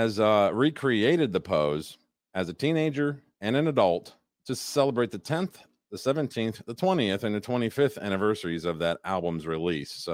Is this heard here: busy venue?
no